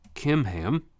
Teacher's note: So in English it's with a CH, but the Hebrew language doesn't have a CH sound like we do, so you pronounce those like a K